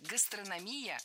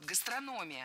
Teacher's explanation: Много раз мы услышали вариант «гастрономия», но это неправильно. Ударение в этом слове падает на третий слог – «гастрономия». · Shown in: second take